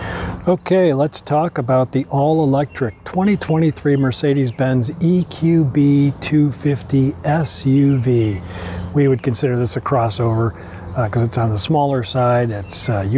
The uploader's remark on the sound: taking you along on a live drive review